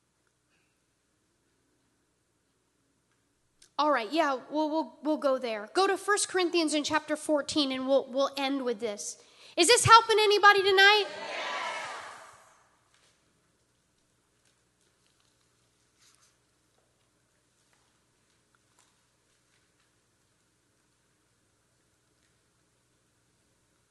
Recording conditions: large echoing room